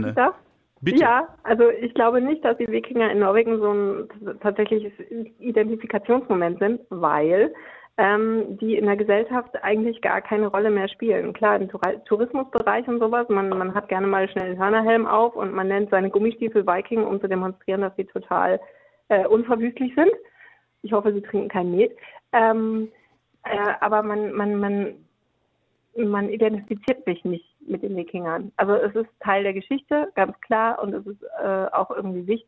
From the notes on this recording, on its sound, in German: stand uns im Telefoninterview Rede und Antwort.